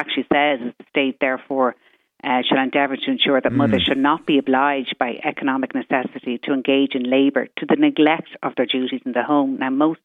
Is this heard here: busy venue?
no